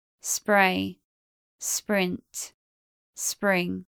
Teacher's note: P is unaspirated in SPR words.